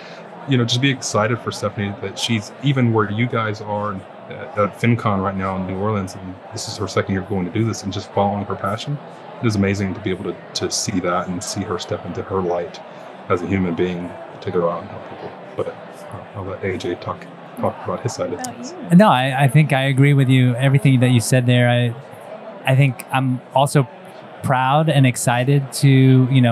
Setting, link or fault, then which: setting, busy venue